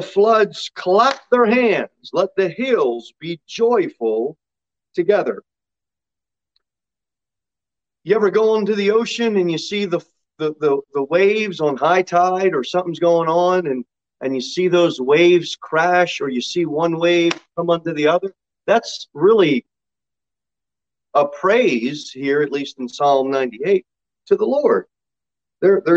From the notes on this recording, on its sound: Sermon delivered at Pilgrim Baptist Church on Sunday, October 17, 2021, at 10:00 am.